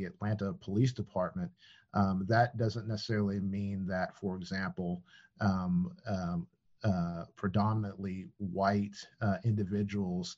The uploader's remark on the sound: This online panel discussion shares insights into these issues.